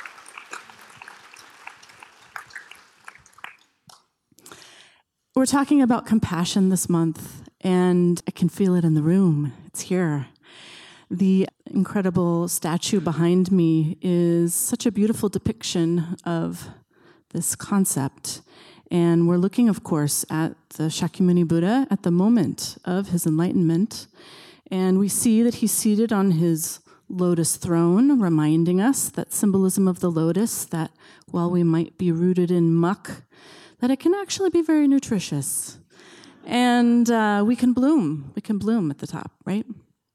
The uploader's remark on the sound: The Rubin Museum of Art presents a weekly meditation session led by a prominent meditation teacher from the New York area. This podcast is recorded in front of a live audience.